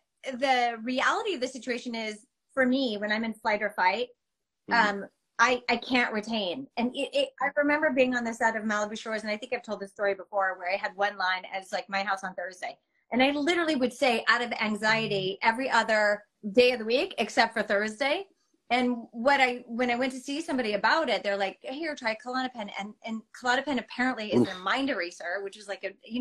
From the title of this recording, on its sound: An Instagram Live Interview